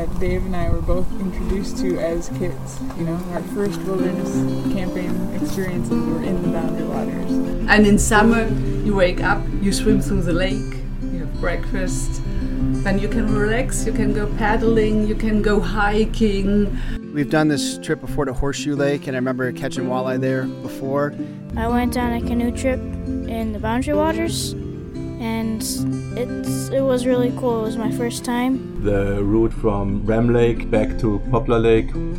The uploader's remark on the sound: There's some bonus audio from around a BWCA campfire just days after the canoe capsized on the Temperance River.